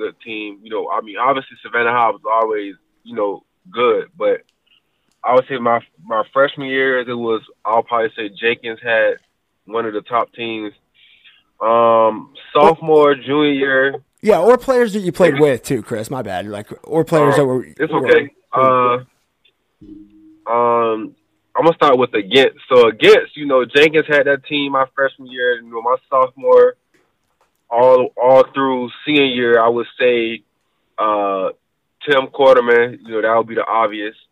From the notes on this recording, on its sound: phone recording